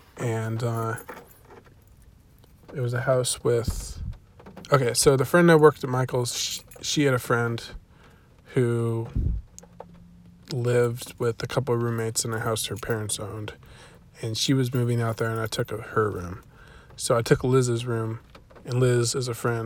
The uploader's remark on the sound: Car edition.